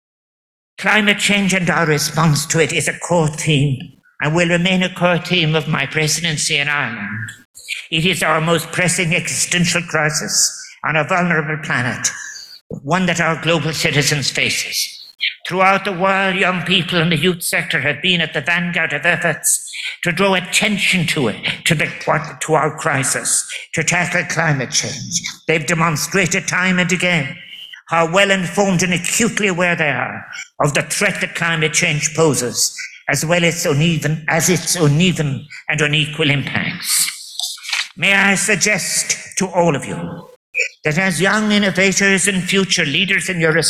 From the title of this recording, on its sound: Keynote address at World Food Forum Closing Session